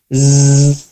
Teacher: Zai itu tadi gigi seri atas dan bawah bertemu, jadi seperti menggigit terus bergetar jadinya zzz, bunyinya seperti lebah.